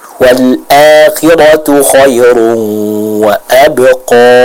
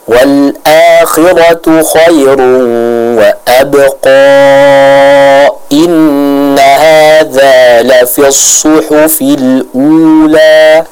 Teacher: Fungsinya adalah ketika kita baca dengan wasol atau ketika kita baca dengan menyambungkan ayat tersebut dengan ayat setelahnya baru dibaca dengan panjang · Shown in: second take